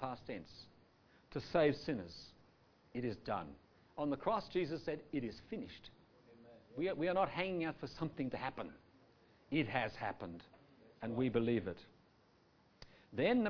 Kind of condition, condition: setting, live audience